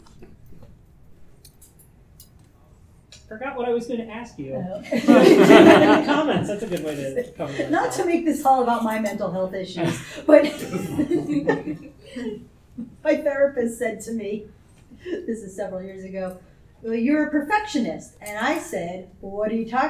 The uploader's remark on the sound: Tucson Comic Con 2023. Recorded live at Tucson Comic-Con on Saturday afternoon.